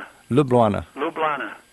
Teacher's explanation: The accent is always on the first syllable there.